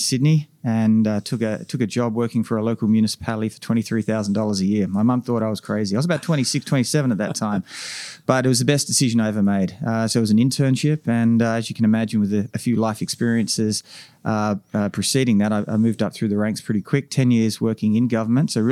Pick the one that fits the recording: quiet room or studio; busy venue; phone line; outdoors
busy venue